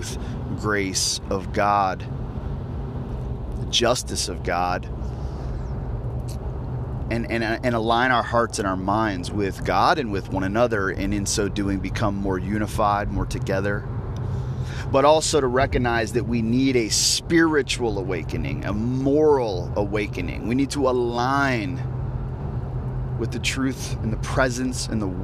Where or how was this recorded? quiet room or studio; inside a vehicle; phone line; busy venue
inside a vehicle